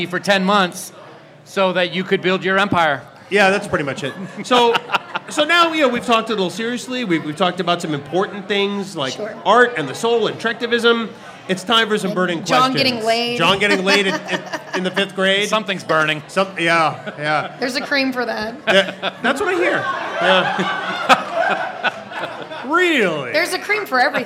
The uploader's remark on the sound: the exclusive live audio of Trek Geeks: Live in Las Vegas from FanGeeks Party 2023